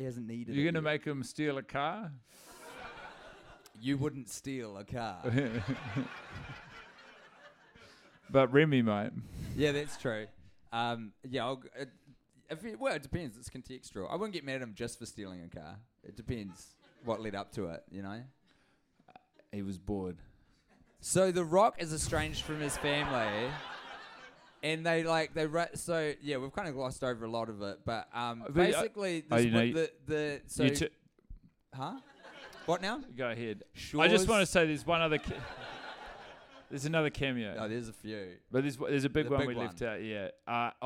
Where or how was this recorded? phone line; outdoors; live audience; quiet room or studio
live audience